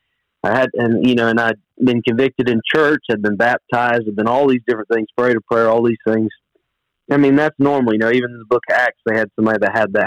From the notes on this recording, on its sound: This week, we put together a phone interview.